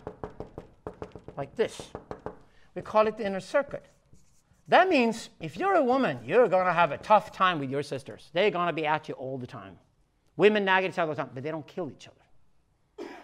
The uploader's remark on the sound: This keynote at the Syntheist Node's Stockholm Men's Gathering in March 2018